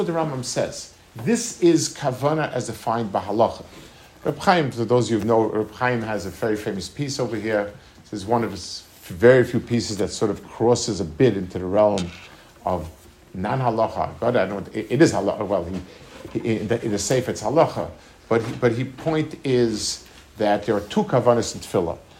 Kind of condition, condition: setting, large echoing room